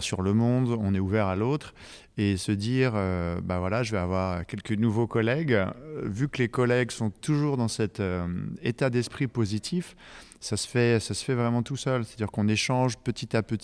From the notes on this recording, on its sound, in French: Cet épisode a été enregistré en marge du Congrès INTA 2023 à Singapour.